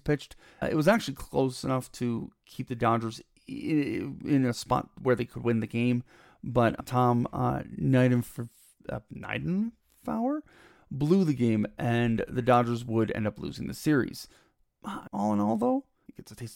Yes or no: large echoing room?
no